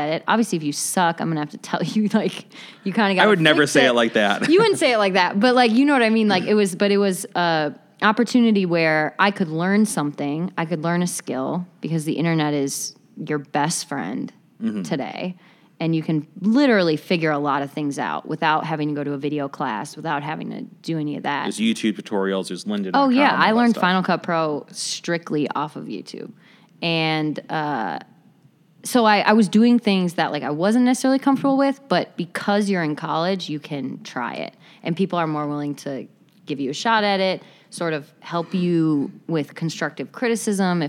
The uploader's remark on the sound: In an in-class interview recorded at Columbia College Chicago. Self Management & Freelancing class.